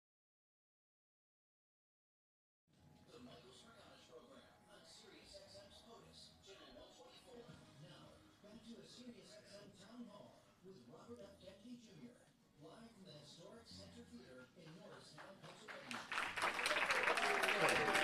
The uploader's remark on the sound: This was a live streamed in-person town hall. Which featured questions sent in from the public and was simulcast on Fightwing TV via Twitch.